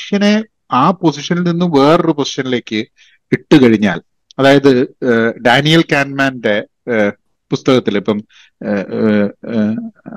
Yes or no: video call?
yes